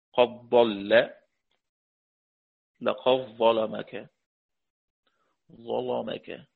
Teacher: ورش إدغام في الضاد والظاء: قد ضل، لقد ظلمك، ظلمك.